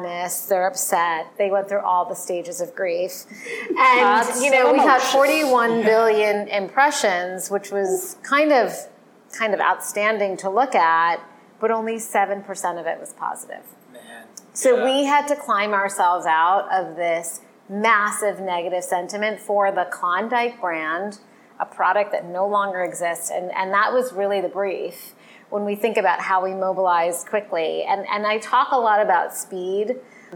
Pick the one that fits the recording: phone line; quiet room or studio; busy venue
busy venue